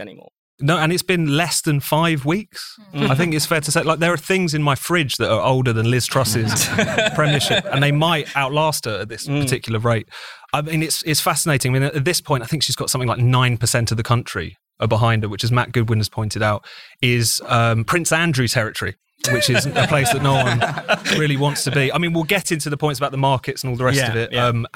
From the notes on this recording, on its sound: This week’s spiked podcast was recorded live at the Battle of Ideas festival in London.